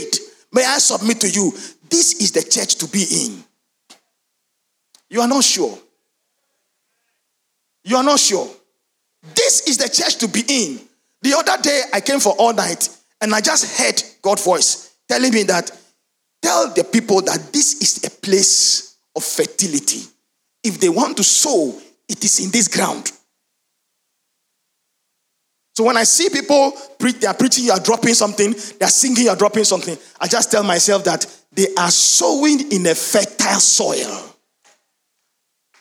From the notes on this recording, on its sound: Sermon preached at CBC Shiashie Campus